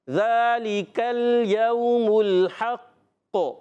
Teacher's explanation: قاف مشدد ذرا رک کر کلکلا کریں گے